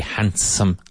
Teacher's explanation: the word handsome, guapo, the letter D is pretty much silent. So it's not handsome, handsome, handsome.